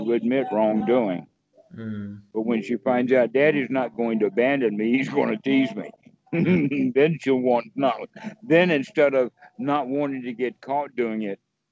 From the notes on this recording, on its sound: skype calls